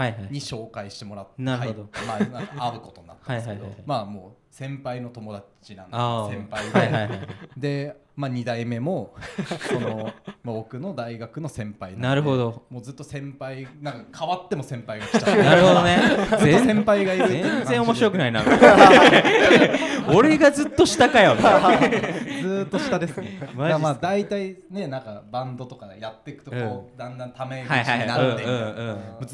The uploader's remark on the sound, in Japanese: 6/3に渋谷6会場で開催されたサーキットイベント「SHIBUYA SOUND RIVERSE 2023」の会場より、ライブを終えたばかりの。